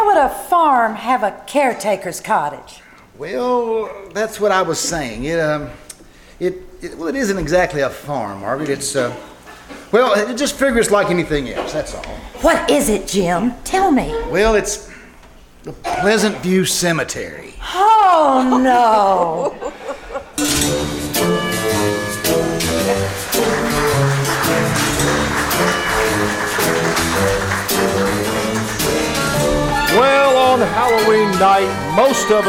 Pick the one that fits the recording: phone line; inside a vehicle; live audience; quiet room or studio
live audience